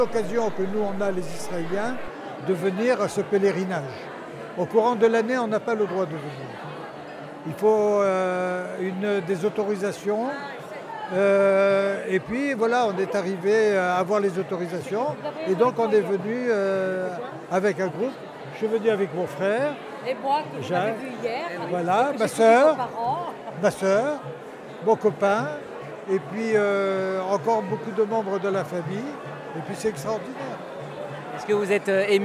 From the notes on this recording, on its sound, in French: un reportage en direct de Djerba pour le pèlerinage de la Ghriba